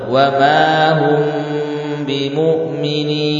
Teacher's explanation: Tingkatan yang kedua adalah ketika nun sukun atau mim sukun bertemu dengan huruf-huruf ikhfa ya. Nun sukun bertemu ta, mim sukun bertemu ba, ini juga mengalami apa? Gunnah, gunnahnya agak panjang, ya hampir sama dengan gunnah yang pertama.